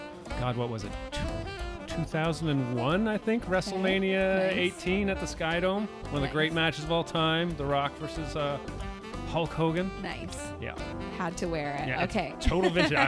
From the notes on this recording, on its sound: LIVE from Adventurer's Guild. Headed to Adventurer's Guild Cafe in Downtown Kitchener.